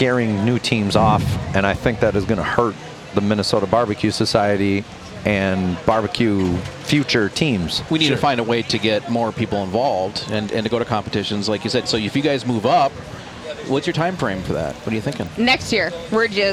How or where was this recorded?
busy venue